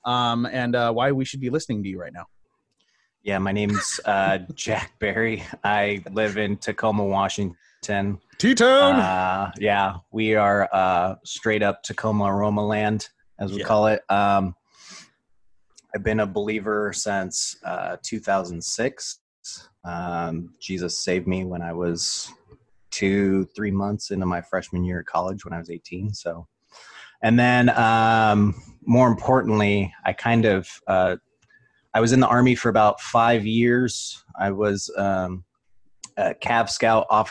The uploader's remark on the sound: With the quarantine still in effect, the guys dive into a new series over Zoom with a SPECIAL GUEST!!!